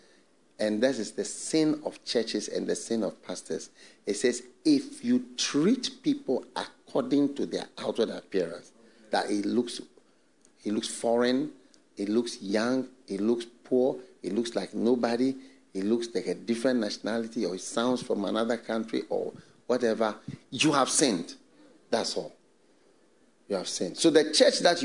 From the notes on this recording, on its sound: This Monday’s message has been extracted from the latest FLOW church sermon preached.